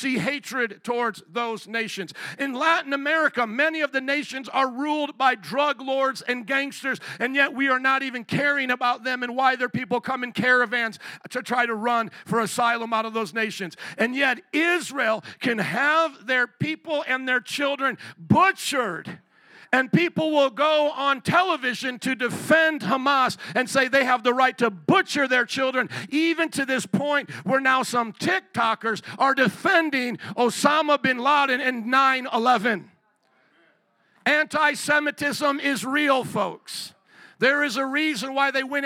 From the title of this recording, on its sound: 2023 Christmas Eve Service